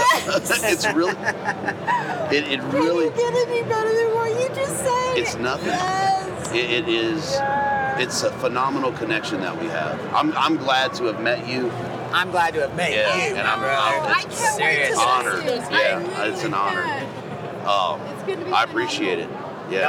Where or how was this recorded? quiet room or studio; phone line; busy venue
busy venue